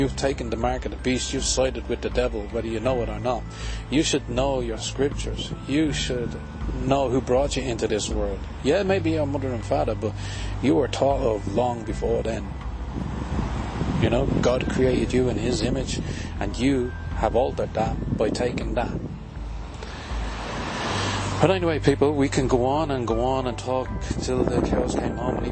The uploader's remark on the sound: a talk in a beautiful local park on a sunny afternoon